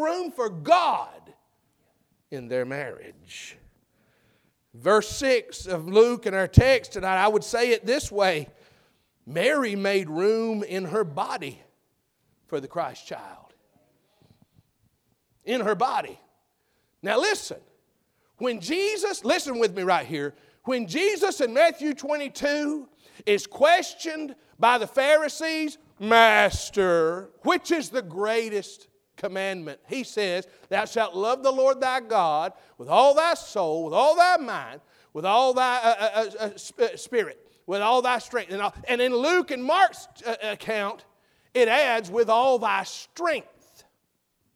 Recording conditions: large echoing room